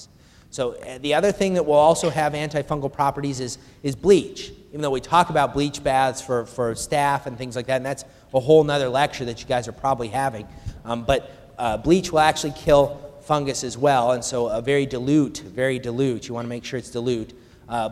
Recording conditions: live audience